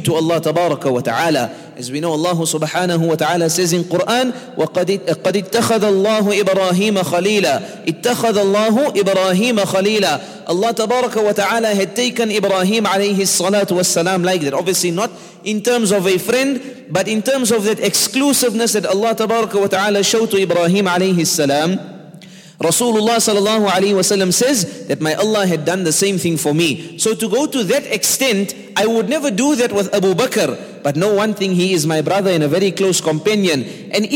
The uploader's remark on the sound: at the Houghton Masjid (West Street)